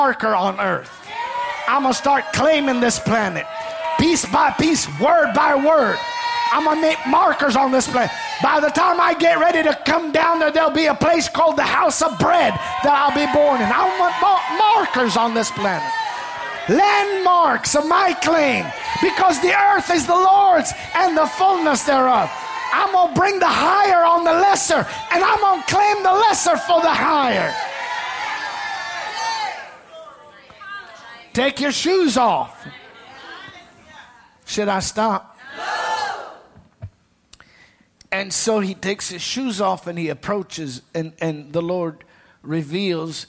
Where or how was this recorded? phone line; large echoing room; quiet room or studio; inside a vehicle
large echoing room